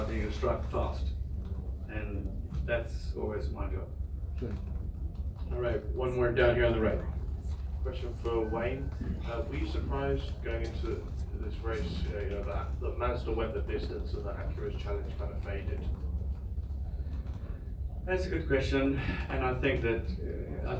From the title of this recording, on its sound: Live from Daytona